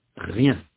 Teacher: dans rien, il n'y a pas de séparation entre la semi-voyelle y et la voyelle